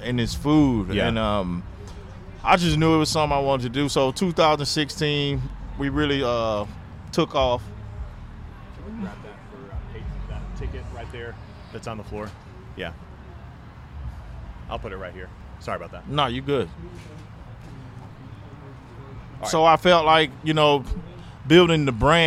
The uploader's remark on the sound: live from BBQ Love Fest in Tampa